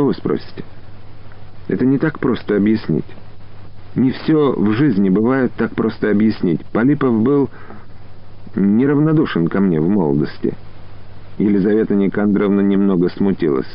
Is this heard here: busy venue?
no